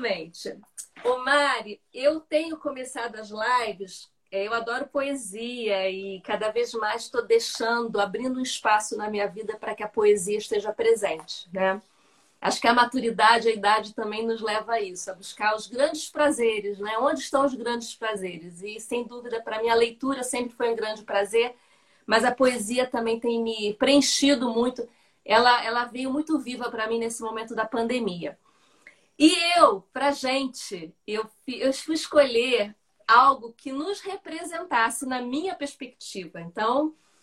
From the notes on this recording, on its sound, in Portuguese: Live realizada no Instagram em 07/10/2020.